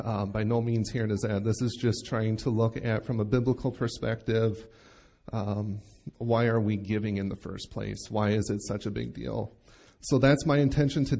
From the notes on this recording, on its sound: Recorded live at Bethany Bible Church